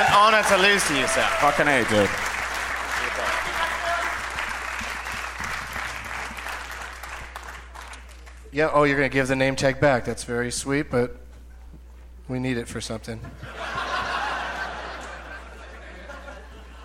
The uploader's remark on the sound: Live from the Gramercy Theatre in New York City